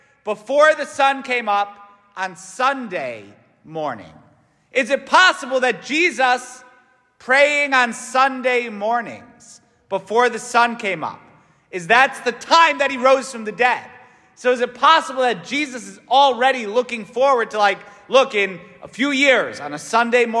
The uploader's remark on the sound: S t Francis Catholic parish homily